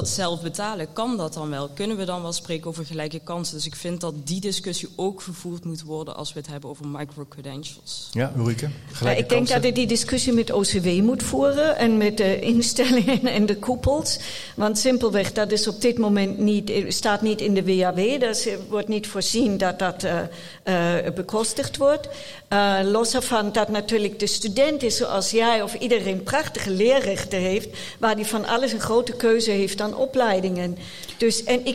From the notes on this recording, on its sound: De podcast werd live gestreamd tijdens het congres. Tijdens de podcast stelt het publiek vragen aan de hand van stellingen.